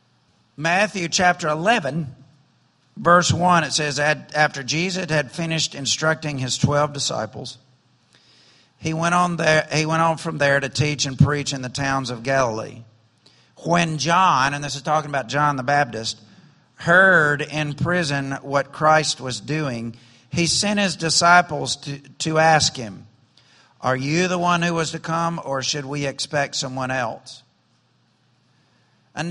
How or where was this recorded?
large echoing room